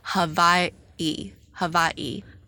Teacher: So in English, you know, we pronounce it Hawaii, but in Hawaiian, you pronounce the W as a V, and the apostrophe signifies a pause. So you would pronounce it Hawaii, Hawaii.